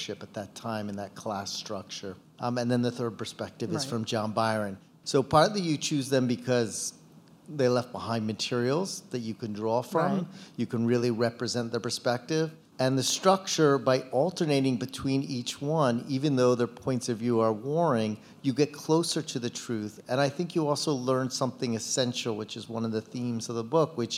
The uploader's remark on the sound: live at Barnes & Noble Union Square